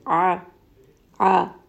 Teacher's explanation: Ain is going to be from the middle of the throat. This is going to have a bit of pressure, a little bit of strangulation. If you are having difficulty pronouncing this letter, you can put a hand in the middle of the throat and kind of push down a little bit.